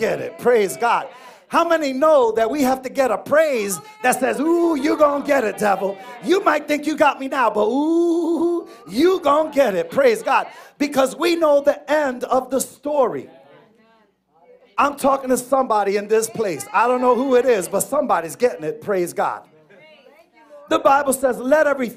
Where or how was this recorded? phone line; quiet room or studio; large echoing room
large echoing room